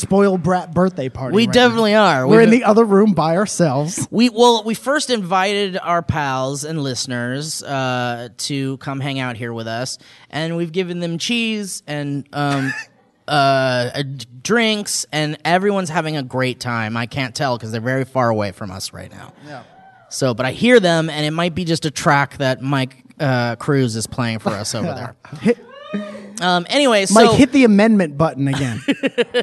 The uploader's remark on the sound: LIVE from San Diego Comic Con. Live in front of a capacity crowd here at SDCC.